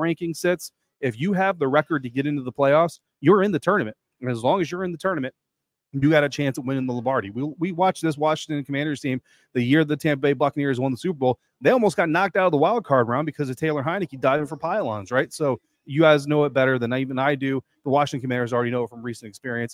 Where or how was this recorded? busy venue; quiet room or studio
busy venue